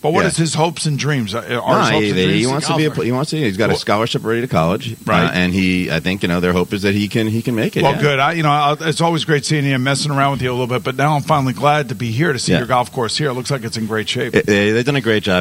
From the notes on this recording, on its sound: Chats with the guys in advance of the golf tournament for the Johnny Damon Foundation live at at the Mohegan Sun golf course in Baltic, CT.